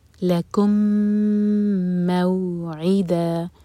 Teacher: لکم کا میم اور موعدا کا میم مرج ہو رہے ہیں ادغام متماثل ہے میم کو ہول کریں گے لکم موعدا مو ناٹ مو میم پر فتح ساتھ میں واو